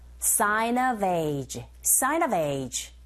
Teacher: sign의 은 소리가 자음, of의 어 모음, 연음현상 sign a. v, 철자는 f지만 소리는 v 사운드로 들리기 때문에 자음이에요. 뒤에 age의 에 모음이죠. 연음현상 of age. So, sign of age, sign of age 이렇게 강세가 들어가게 됩니다.